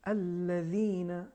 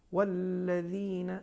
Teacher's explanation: یہ زال ترقیق کے ساتھ ادا ہونا چاہیے · Shown in: second take · جیسے الذین یہ تفخیم ہو جائے گی، لہٰذا کوشش کریے حرف زال کو ترقیق کے ساتھ تلفظ کریے، والذین یہ صحیح تلفظ ہے اس کا.